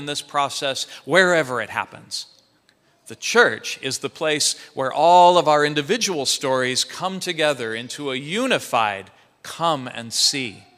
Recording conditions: large echoing room